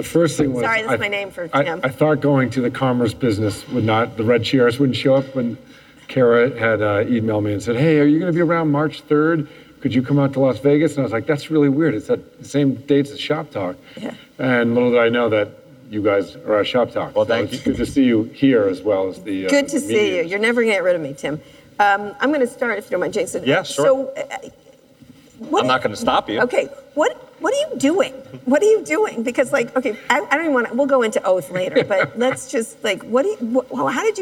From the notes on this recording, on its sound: Live at An Evening With Code Commerce. In this episode, you'll hear two interviews from the latest edition of An Evening With Code Commerce in Las Vegas.